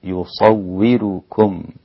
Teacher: ورش عن نافع ترقيق الراء في كلمة يصوركم